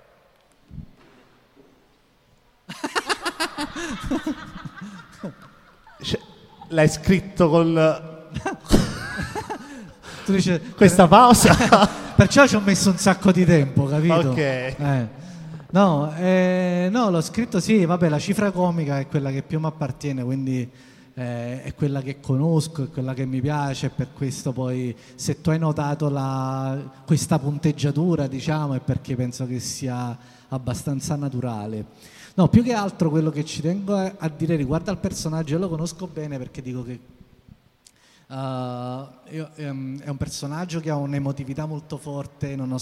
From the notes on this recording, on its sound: Live dal Foqus di Napoli.